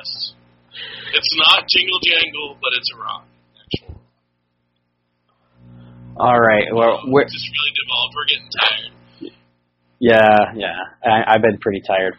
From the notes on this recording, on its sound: So this is a pretty spectacular fail on the audio-quality side, but we are working to try and fix/recover what we can.